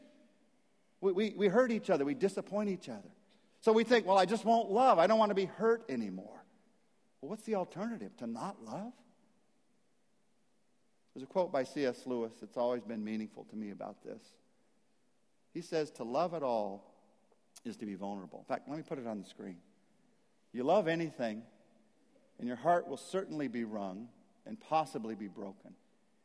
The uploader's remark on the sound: message at Saddleback Church